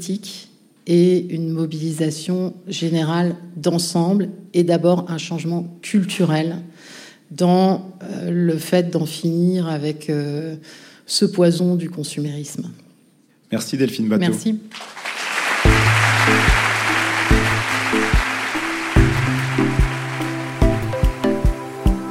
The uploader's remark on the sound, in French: Enregistrement en public de Chaleur humaine, le 21 novembre 2023 à Paris, à la Bibliothèque nationale de France. Merci à la BNF pour son accueil.